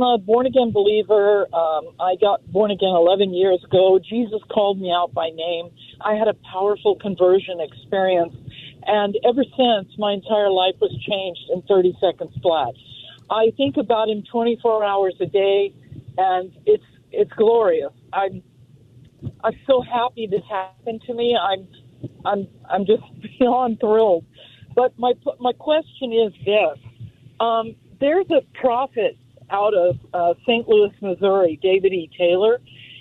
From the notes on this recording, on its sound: Open Phone Friday. Takes listeners calls on any topic.